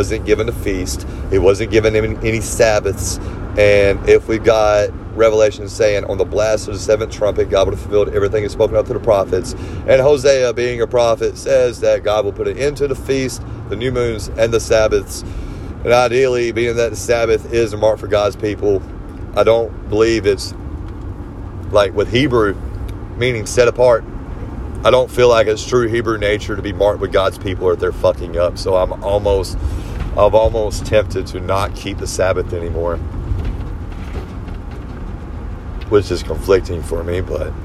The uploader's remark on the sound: This episode was recorded on my phone, a telemarketer called towards the end so it probably cut the episode early.